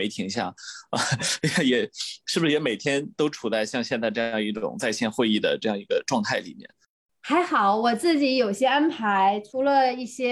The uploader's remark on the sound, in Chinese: 本期节目的录制是用某会议软件录制的，音质不会像使用专业的设备那样清晰